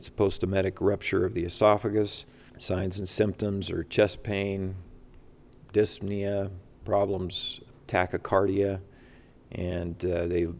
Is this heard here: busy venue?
yes